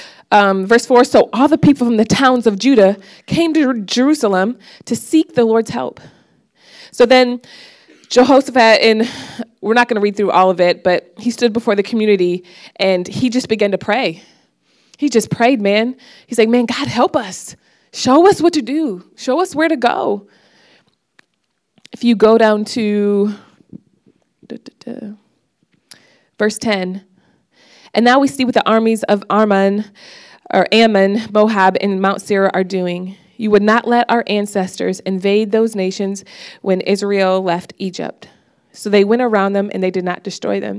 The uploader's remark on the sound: preached this message on October 8th at our Brooklyn Community